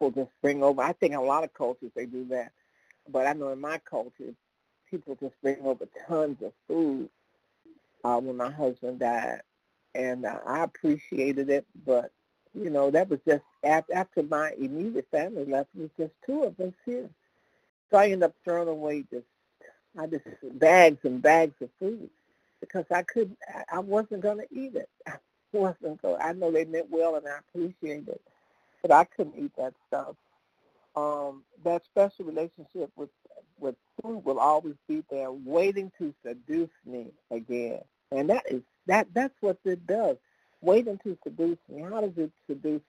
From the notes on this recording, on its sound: from the 100 Pounders Phone Meeting